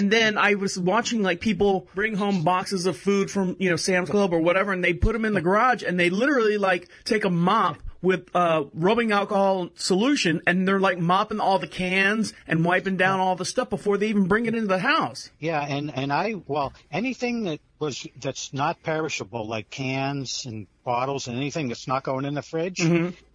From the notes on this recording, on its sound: This is a phone call